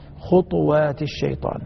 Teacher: ورش يقرأها بإسكان الطاء